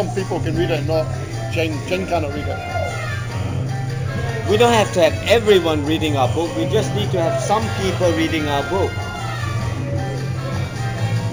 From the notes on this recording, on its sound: I am recording at the bar